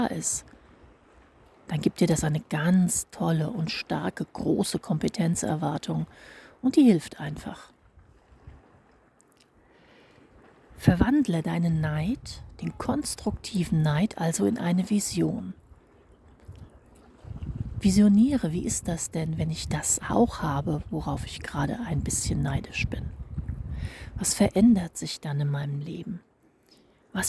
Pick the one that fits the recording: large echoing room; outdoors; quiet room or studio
outdoors